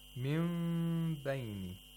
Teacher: The Nun Sakina of Tanween changes into a meme with ikhfa. · Term: iqlab